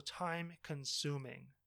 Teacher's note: The stress should be on the second syllable in consuming.